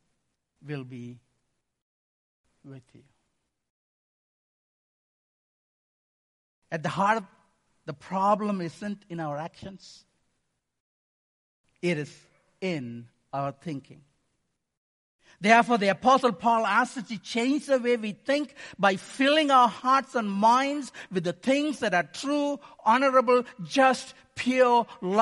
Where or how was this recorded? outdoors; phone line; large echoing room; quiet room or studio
large echoing room